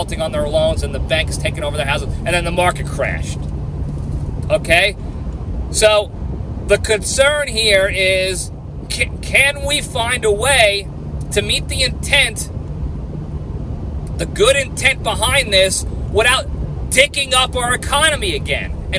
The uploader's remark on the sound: I'm back on the road and answering fan questions! I'm driving back down to the LPDS ranch in Texas, so I decided to take more questions from the fans and make the drive a little less boring.